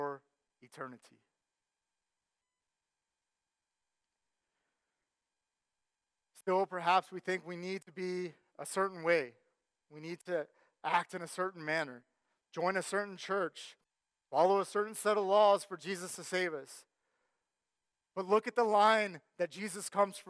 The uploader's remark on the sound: Sermon Audio from our Worship service